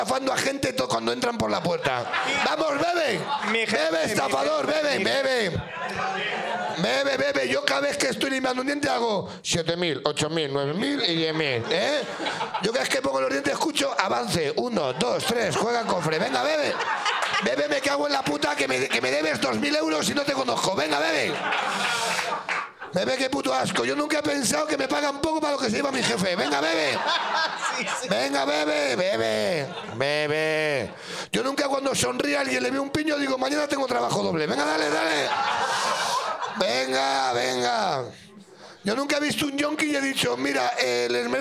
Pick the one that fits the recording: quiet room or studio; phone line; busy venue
busy venue